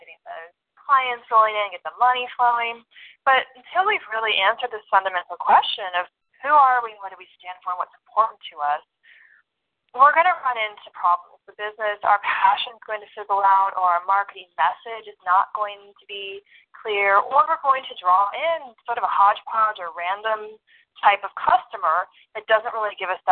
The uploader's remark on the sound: First live call for Cash Flow Generator Course Attendees